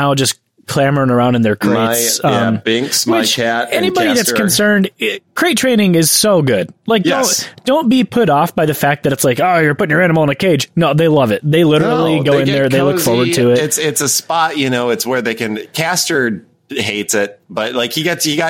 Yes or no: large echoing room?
no